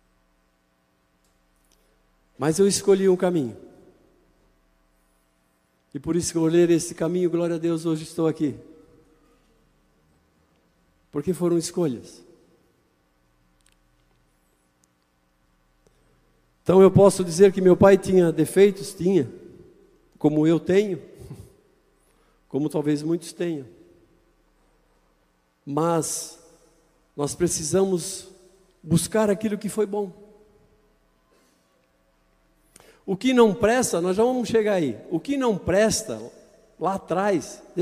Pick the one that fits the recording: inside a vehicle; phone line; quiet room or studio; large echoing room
large echoing room